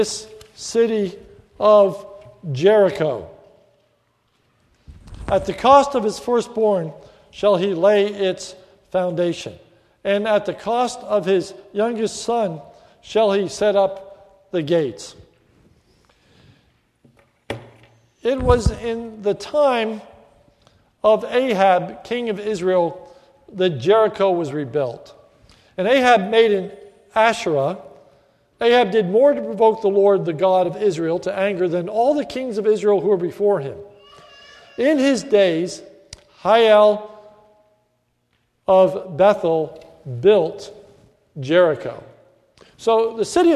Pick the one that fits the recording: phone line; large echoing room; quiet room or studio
large echoing room